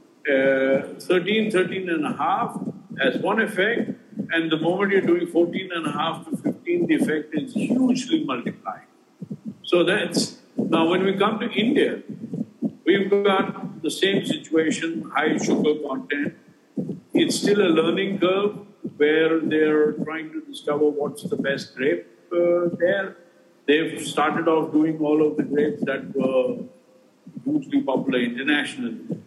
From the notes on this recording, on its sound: Apologies for the sound quality